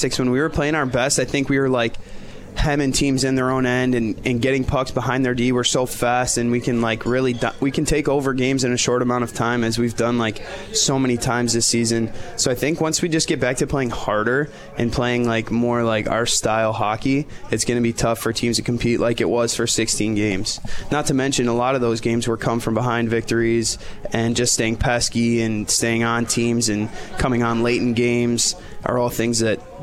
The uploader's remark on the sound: Live from Swifty's in Utica NY